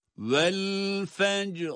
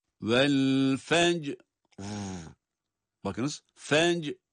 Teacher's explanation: Bu yanlış. Araya boşluk girmeden cim harfi biter bitmez ra'yı okuyacağız. · Shown in: first take